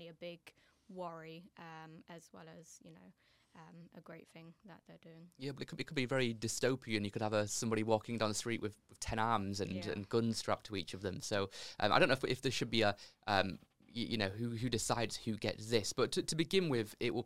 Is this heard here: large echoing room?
no